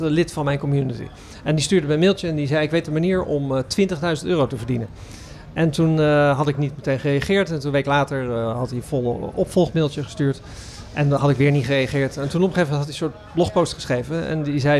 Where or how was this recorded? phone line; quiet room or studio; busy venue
busy venue